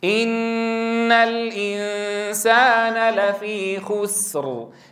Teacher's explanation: شايفين طولها في النون المشددة ثم في المخفاة أقصر من حيث الزمن قليلا · Term: الغنة